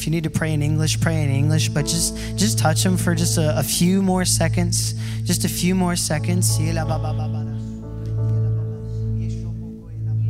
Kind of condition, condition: setting, large echoing room